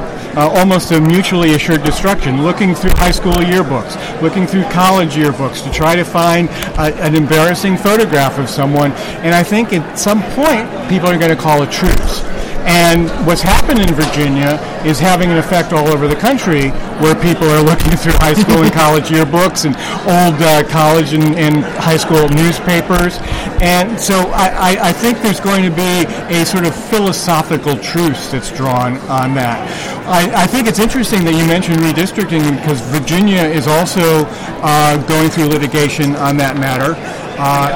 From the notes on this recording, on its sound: A special edition of Red Maryland Radio taped live at the first day of the 2019 Conservative Political Action Conference.